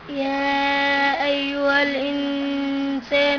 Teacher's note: الإنسان إخفاء نون ساكنة بعدها سين إخفاء